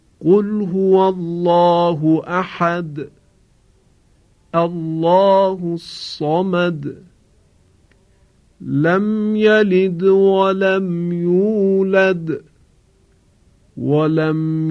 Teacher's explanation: عنایت داشتید که صدای حرف دال ساکن کاملا ظاهر شد · Term: قلقله دال